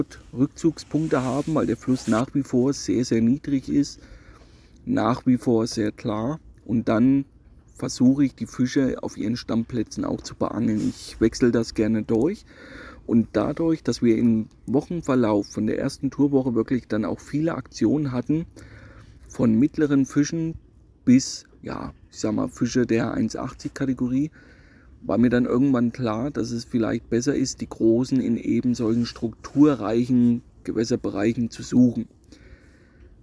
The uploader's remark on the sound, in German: nehme ich euch wieder live mit nach Cremona an den Oberlauf des Grande Fiume Po